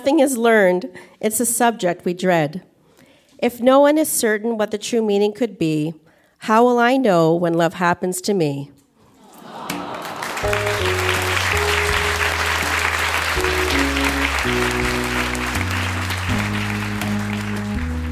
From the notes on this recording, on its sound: Recorded live at the Registry Theatre in Kitchener, ON.